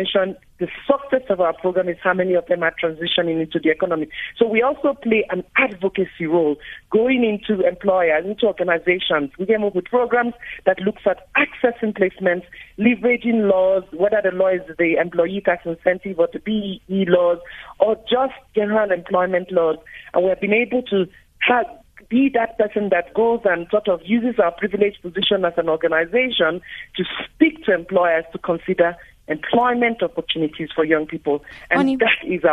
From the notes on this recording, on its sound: GUEST(Phone)